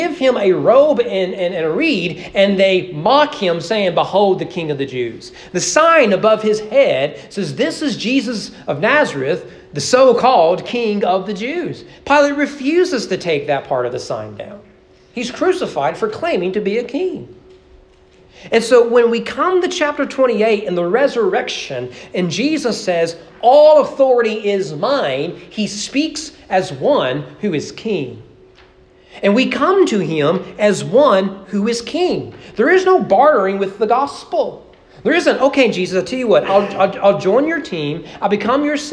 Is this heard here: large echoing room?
yes